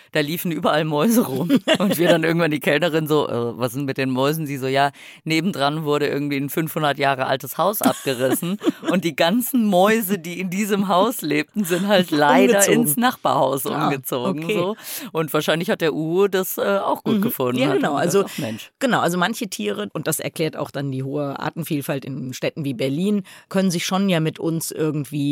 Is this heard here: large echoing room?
no